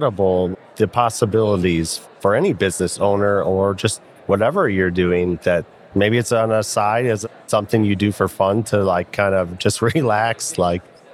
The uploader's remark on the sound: I tried something new this year at FinCon — recording live from the FinCon Podcast Booth.